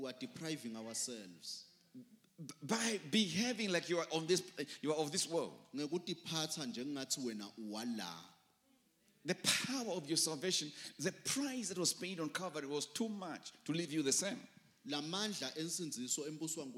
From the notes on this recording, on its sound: Recorded live at The Apostolic Hub.